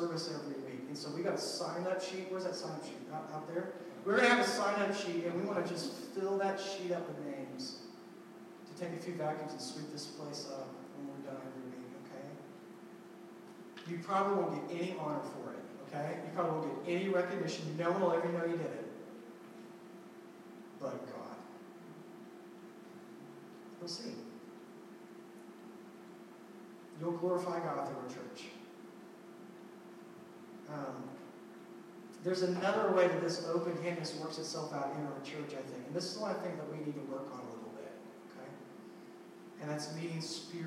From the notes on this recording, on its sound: We apologize for the sound quality. First time in this new building and we experienced some technical difficulties.